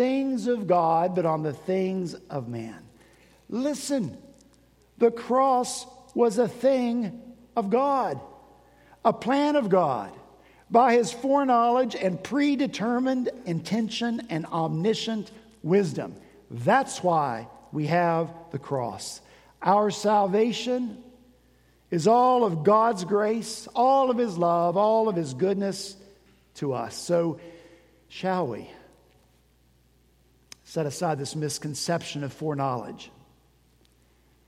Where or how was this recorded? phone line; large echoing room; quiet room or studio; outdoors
large echoing room